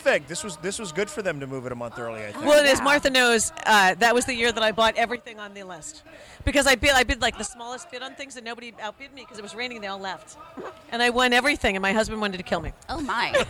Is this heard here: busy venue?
yes